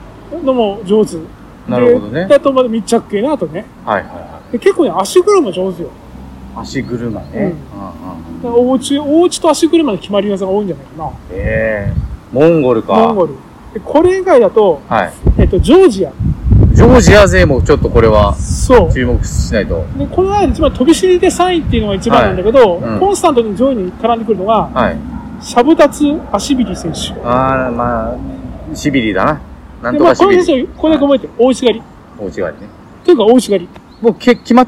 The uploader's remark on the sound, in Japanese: 外で収録したので音声悪くてごめんなさい！